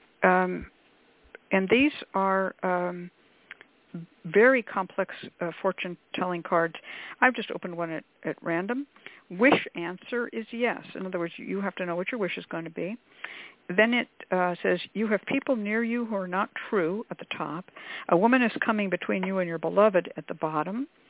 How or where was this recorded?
phone line